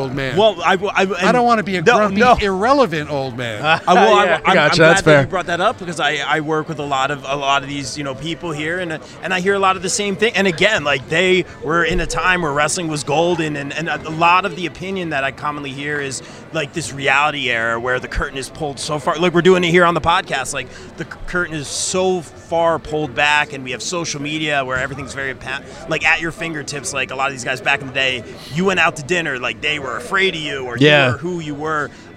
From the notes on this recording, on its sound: LIVE at 80s Wrestling Con here in New Jersey.